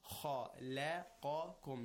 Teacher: You flatten your mouth for لام، and then you flatten for كاف، but then for خا and قا، you make it rounded and heavy. · Term: تفخيم and ترقيق